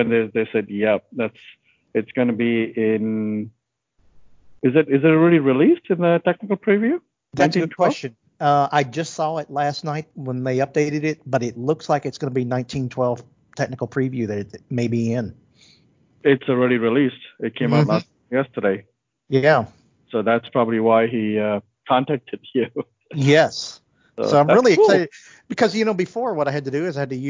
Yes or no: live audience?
no